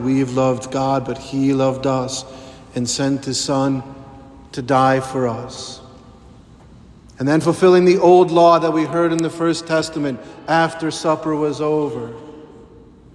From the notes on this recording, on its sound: The sermon preached at the Holy Thursday Mass of the Lord's Supper